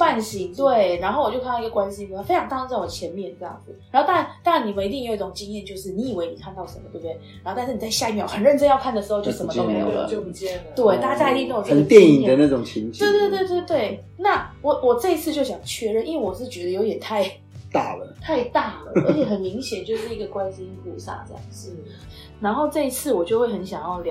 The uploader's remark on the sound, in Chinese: 由於設備不足收音狀況欠佳